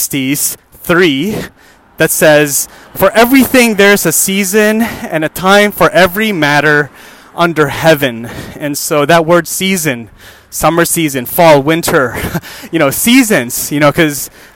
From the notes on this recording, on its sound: Another walking podcast.